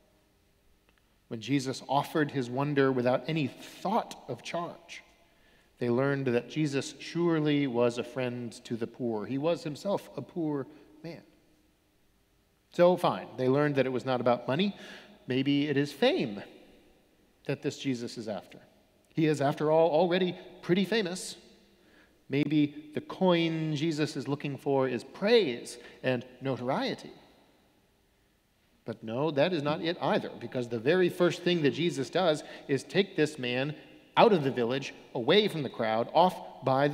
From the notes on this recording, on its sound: Sermons from Old South Church in Boston